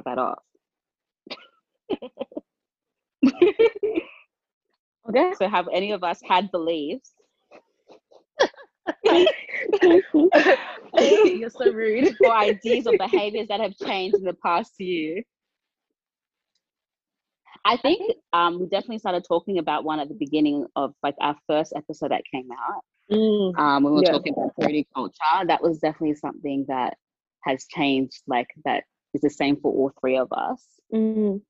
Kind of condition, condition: link, video call